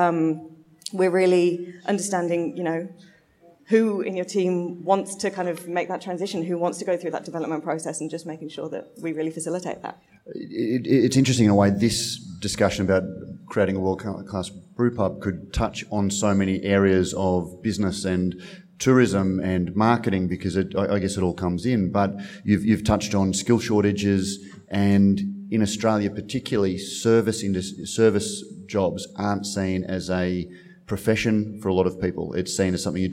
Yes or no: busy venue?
yes